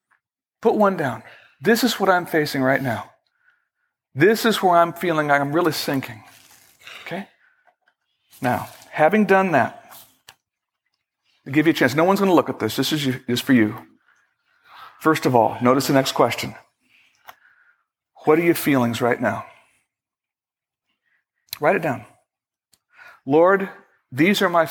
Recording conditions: large echoing room